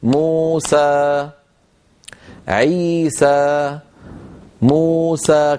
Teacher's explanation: مو حركتين، سا حركتين، مجموعهم 4 حركات